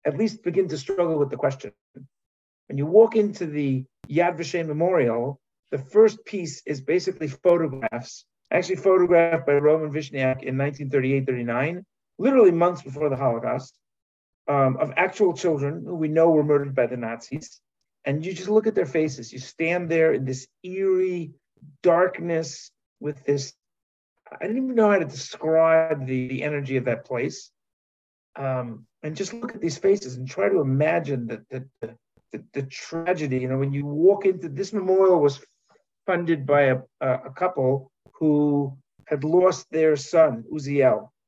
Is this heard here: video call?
yes